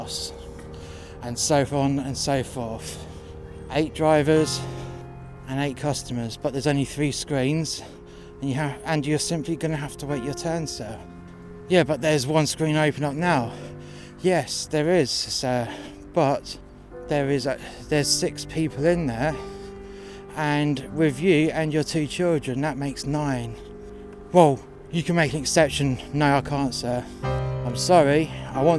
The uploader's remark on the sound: This episode was recorded outside in sub zero temperatures (Celsius) for dramatic effect.